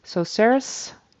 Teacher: He inserts an additional S sound after Sarah and before was. So he says, so Sarah's, and then he ends was with an S instead of a Z sound.